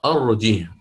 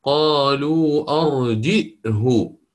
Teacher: لأنه يهمز بين الجيم والهاء · Shown in: second take · Term: الهمز